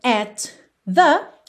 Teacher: Aqui também at the, você vai ligar at the, num som só